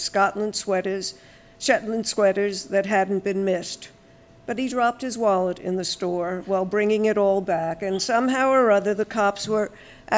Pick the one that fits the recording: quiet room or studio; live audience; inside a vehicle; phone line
live audience